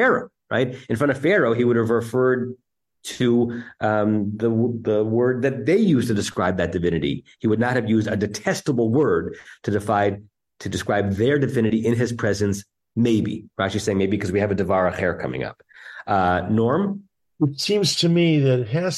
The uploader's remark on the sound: Temple Beth Am, Los Angeles.